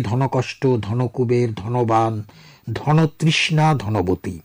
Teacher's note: এক্ষেত্রে উচ্চারণের সাধারণ নিয়ম হল সমাসবদ্ধ অতৎসম শব্দ পৃথক উচ্চারণে হসন্ত হলেও সমাসবদ্ধ অবস্থায় মাঝখানের অয়ের উচ্চারণ ওকারের মতো হয়ে যায়